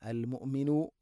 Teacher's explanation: ഹംസയുടെ ഉച്ചാരണം കൃത്യമാക്കണം, തൊണ്ടയുടെ താഴെ ഭാഗമാണ്, എന്നാൽ ഖൽഖല വരാൻ പാടില്ല